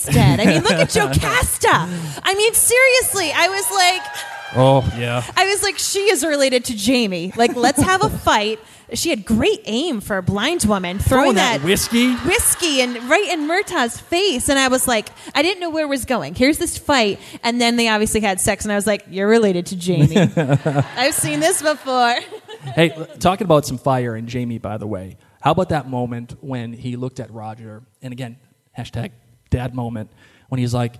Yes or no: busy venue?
yes